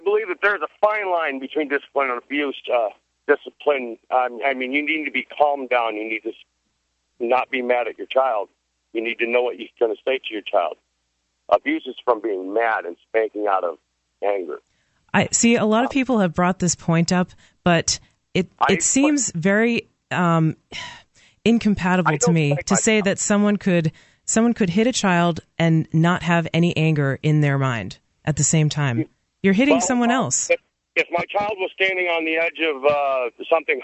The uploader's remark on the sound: A few callers called in near the end.